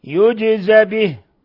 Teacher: نقلقل الجيم لسكونها ونحرك الزاي بالفتح دون مبالغة في الفتحة حتى تصبح ألفا مقصورة أو ألفا ممدودة